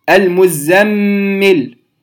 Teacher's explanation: الميم مشددة أيضا تنطق بالغنة